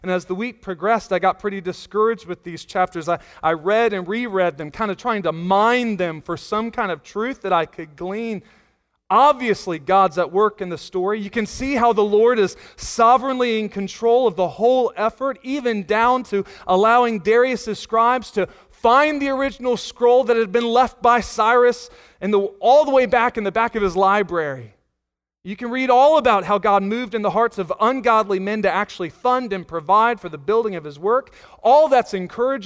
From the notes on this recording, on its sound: Sunday Morning Sermon Audio